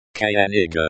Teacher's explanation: The stress is on the first syllable